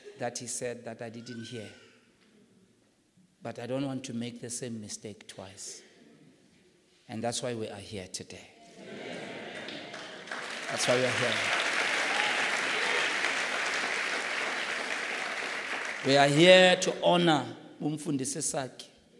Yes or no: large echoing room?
yes